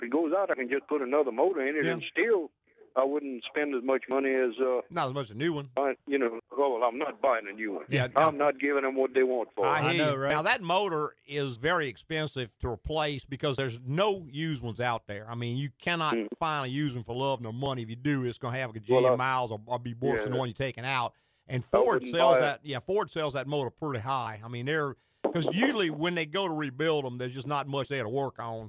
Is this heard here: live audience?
no